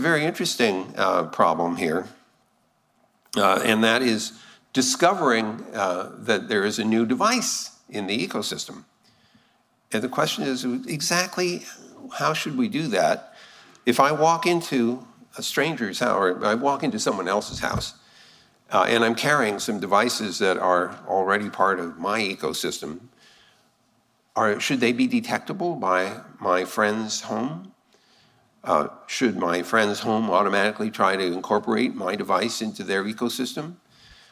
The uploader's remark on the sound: the full Shannon Luminary Lecture